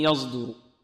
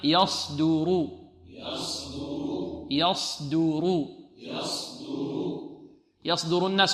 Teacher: عندنا الياء مرقة والصاد مفخمة والدال مرقة والراء مفخمة · Shown in: second take · مرقق مفخم، مرقق مفخم.